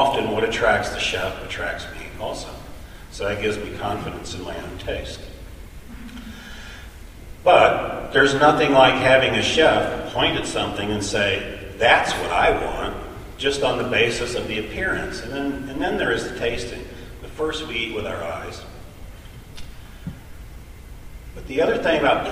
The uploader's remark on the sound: On-site at Organic Seed Alliance’s 8th Organic Seed Growers Conference in Corvallis, Oregon, on February 5-6, 2016, for a special episode of The Farm Report.